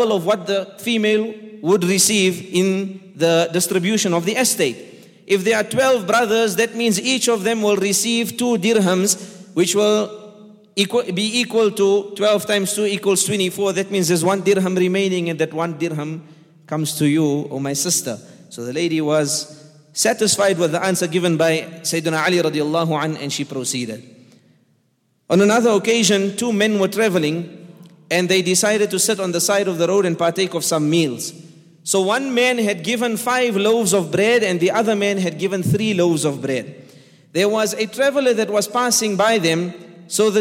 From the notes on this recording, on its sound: at The Houghton Masjid (West Street)